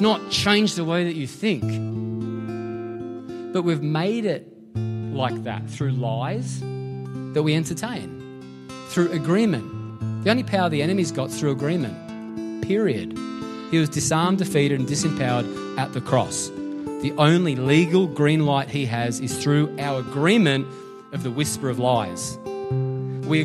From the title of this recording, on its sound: LIVE at Echo Church